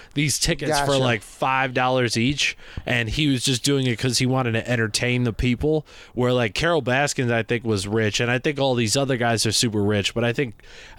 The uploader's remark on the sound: Coming in HOT from my parent's basement in Michigan. Over the phone.